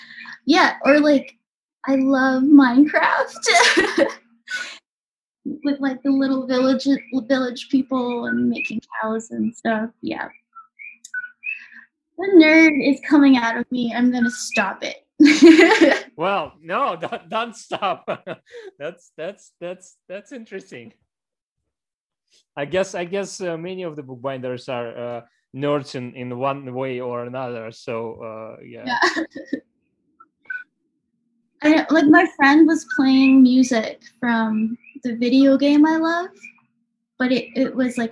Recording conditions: sounds in the background